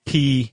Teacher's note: In English, we would have a hard time with the P because we say P, we aspirate it, right? P, like you're breathing when you say it.